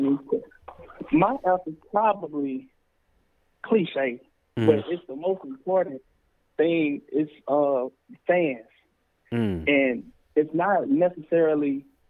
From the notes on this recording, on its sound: we decided to open the lines conference call style for artist to ask questions at will